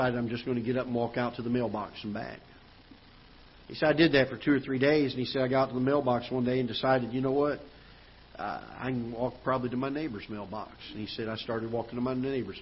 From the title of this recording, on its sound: Ketha Heights Baptist Church ~ Live Broadcast